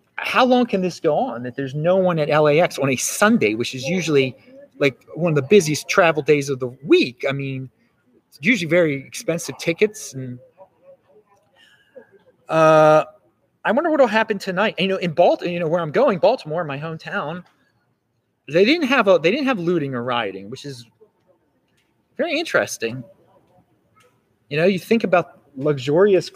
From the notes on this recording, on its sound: On the streets of LA, inside of LAX. The second part of the show which was filmed outside on the streets of LA. There is some background noise (since it is outside). Mostly recorded in Los Angeles, CA.